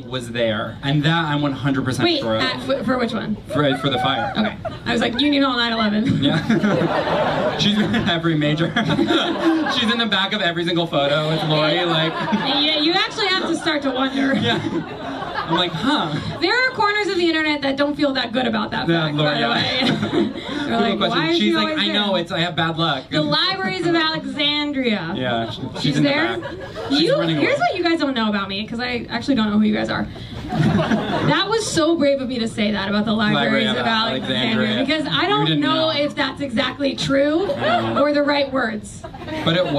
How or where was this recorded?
live audience